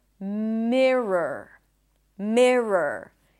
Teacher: You start with me, and then it's an R, schwa, R. It's not mirror, but me, relaxed e, e.